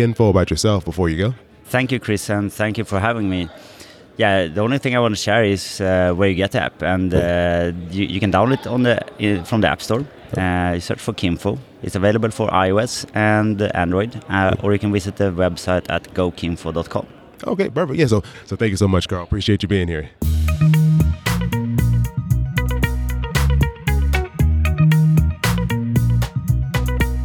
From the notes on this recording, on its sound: at a table in the middle of the FinCon conference floor